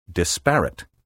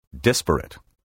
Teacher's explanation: Careful speakers, however, use the traditional and preferred pronunciation, which places the stress on the first syllable · Shown in: second take